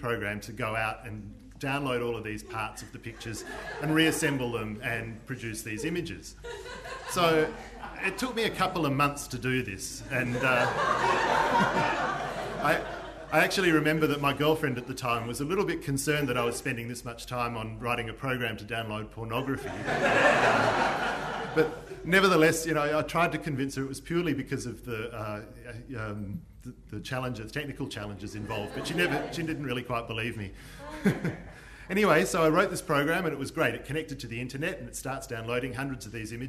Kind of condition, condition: setting, live audience